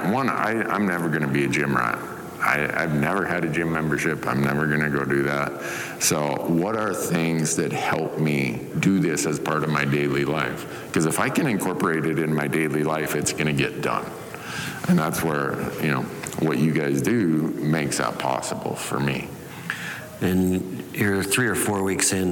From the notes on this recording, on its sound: Live from Sheep Show. Listen to this live recording.